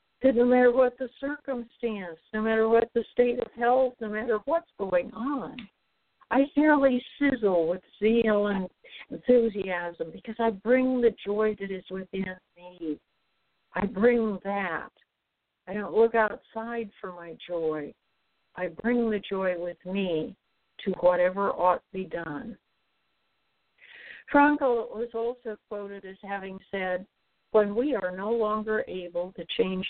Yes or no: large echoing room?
no